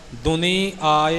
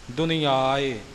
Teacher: ਇਕੱਠਾ ਪਾਠ ਕਰਨਾ ਹੈ, ਦੁਨੀ ਆਏ ਵੱਖ ਵੱਖ ਨਹੀਂ ਬੋਲਣਾ · Shown in: second take